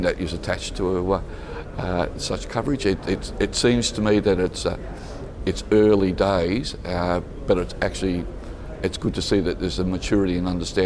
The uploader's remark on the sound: at the Singapore International Reinsurance Conference